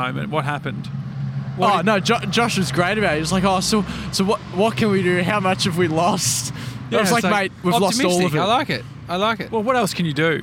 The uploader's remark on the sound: Stacks On At The Big Strawberry. We're doing the show live outside the Big Strawberry in Koonoomoo, Victoria.